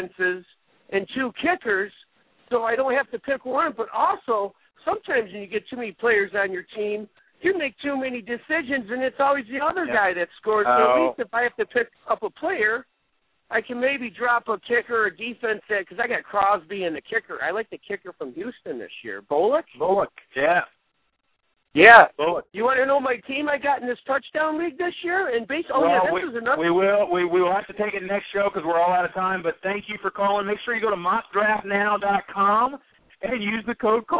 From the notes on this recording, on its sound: Call-in Show. Tonight we're inviting listeners to call up the show.